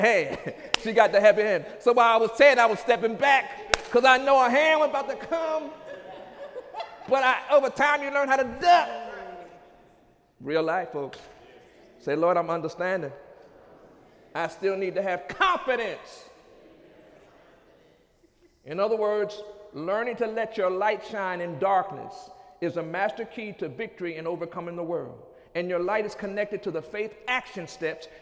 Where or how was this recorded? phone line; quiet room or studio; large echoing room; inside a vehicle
large echoing room